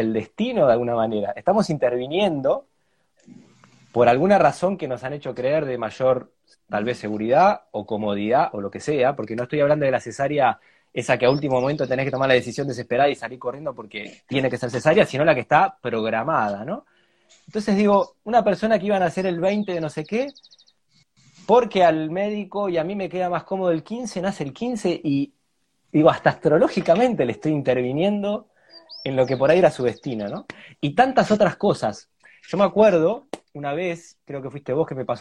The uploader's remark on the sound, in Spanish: Audio de la charla en vivo por Instagram